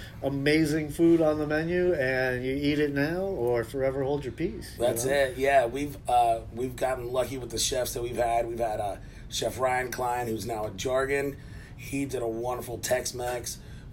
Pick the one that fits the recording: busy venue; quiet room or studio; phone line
busy venue